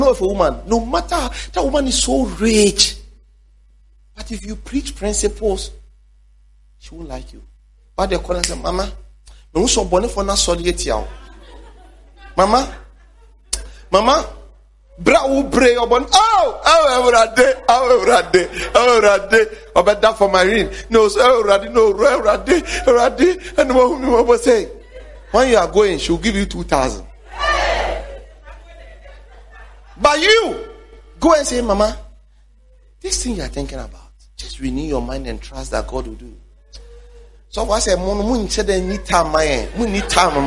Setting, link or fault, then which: setting, large echoing room